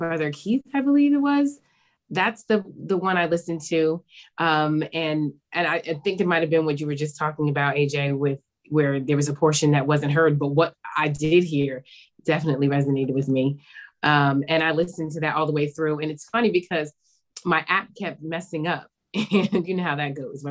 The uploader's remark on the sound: This is the audio version of the Zoom Session held on December 4, 2021.